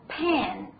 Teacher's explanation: 大家注意它的这个扁平的感觉，特别在美音当中发 A